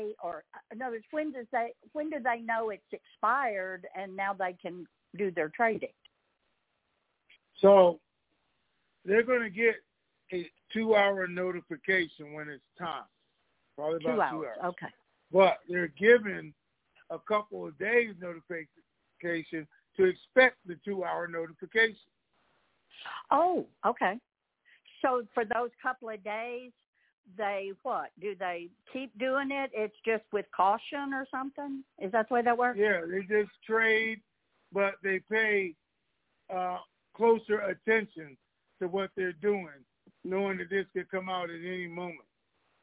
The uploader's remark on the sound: Conference Call